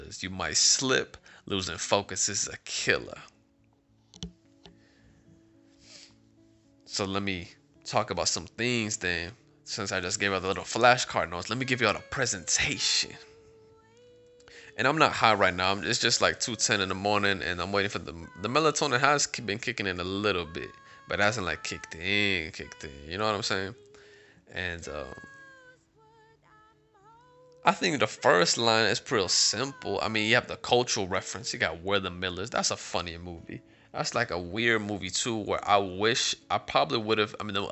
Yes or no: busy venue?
no